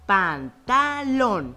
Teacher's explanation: la sílaba tónica se encuentra en lon y recordando las reglas, sabemos que es aguda porque está en la última sílaba y termina en N.